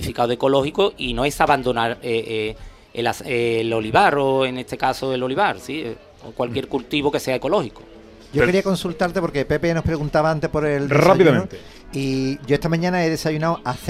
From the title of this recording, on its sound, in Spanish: En directo desde la Diputación de Sevilla, Sabores de Andalucía